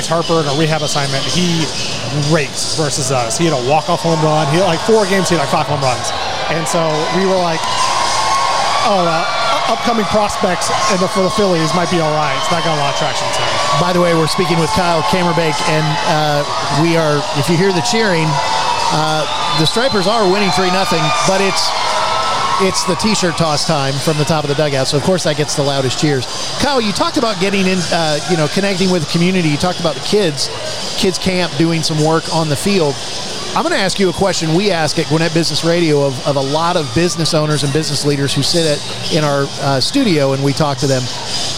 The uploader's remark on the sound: Live Broadcast from Gwinnett Stripers Game at Coolray Field. Was on site at Coolray Field in Lawrenceville, GA, home of the Gwinnett Stripers, the Triple-A affiliate of the Atlanta Braves.